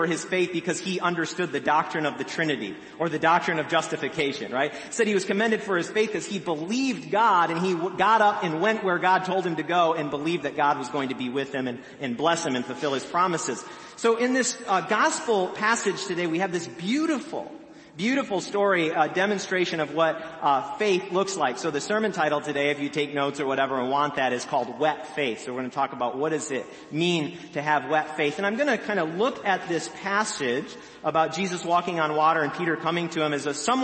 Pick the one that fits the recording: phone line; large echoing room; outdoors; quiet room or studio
large echoing room